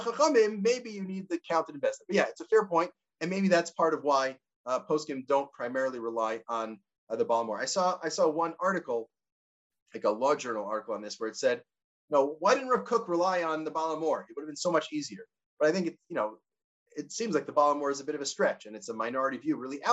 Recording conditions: video call